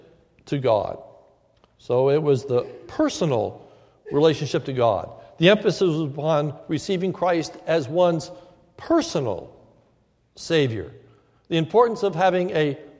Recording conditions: large echoing room